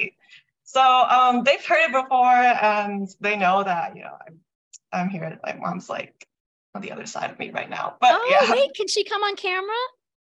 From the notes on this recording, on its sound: This live, virtual event